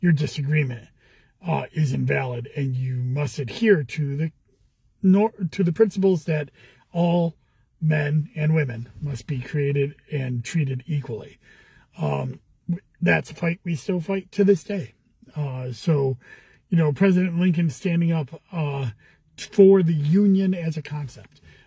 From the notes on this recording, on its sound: Commissioner in a Car